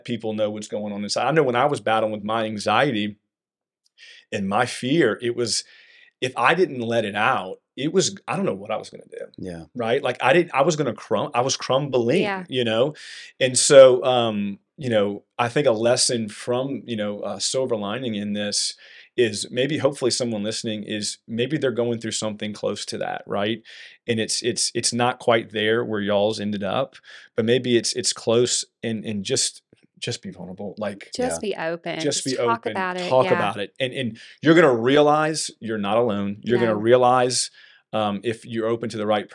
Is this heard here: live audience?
no